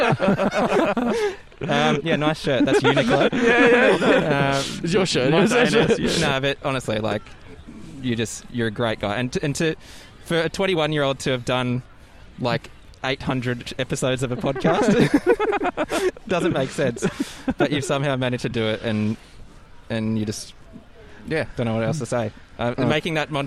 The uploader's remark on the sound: We're live from Edinburgh Gardens